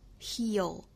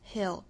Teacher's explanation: 一个是紧音的 heal，一个是松音 hill